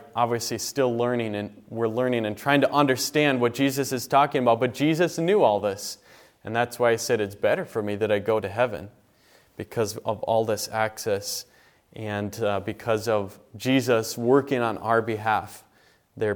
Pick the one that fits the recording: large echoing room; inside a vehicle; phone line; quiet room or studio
large echoing room